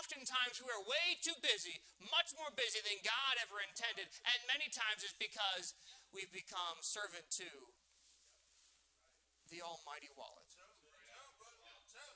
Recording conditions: large echoing room